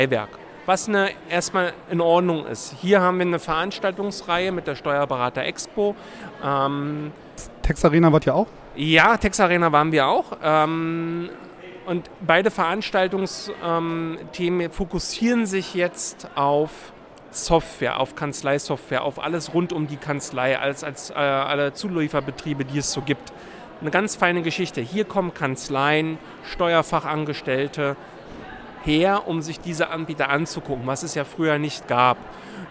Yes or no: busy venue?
yes